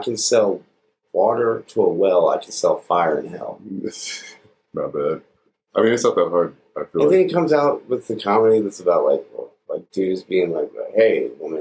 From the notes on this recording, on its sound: Sound quality could be better